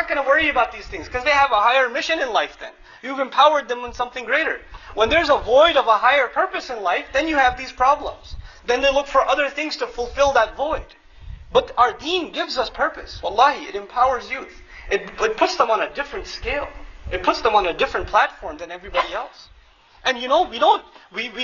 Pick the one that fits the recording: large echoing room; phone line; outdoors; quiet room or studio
large echoing room